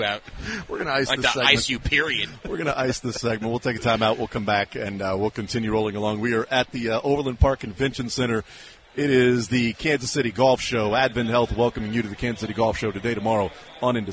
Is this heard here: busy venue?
yes